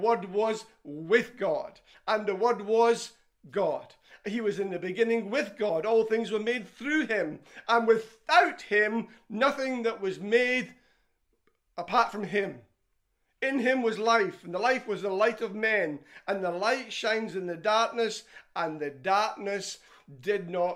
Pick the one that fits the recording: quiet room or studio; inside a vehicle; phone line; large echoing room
large echoing room